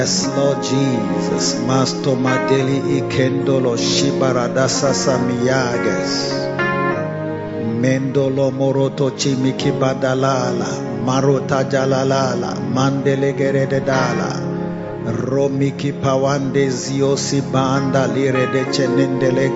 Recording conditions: large echoing room